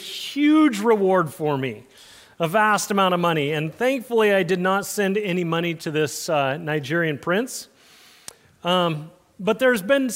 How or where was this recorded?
large echoing room